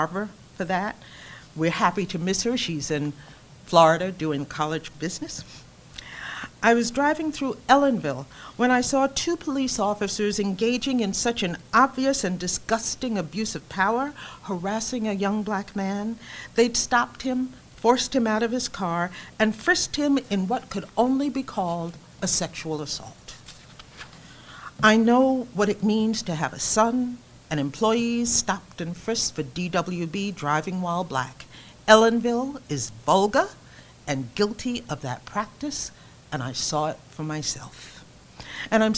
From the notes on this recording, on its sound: Delivers the annual Distinguished Speaker Series lecture before a live audience at her undergraduate alma mater, the State University of New York at New Paltz.